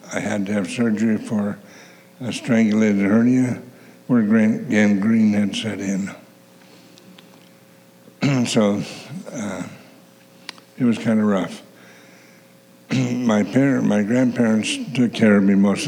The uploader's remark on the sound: the gospel preached at our church on Sunday